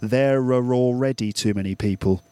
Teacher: So the link between there and are and already, those are all vowel to vowel linkings. And we use the r sound as a way of linking them together.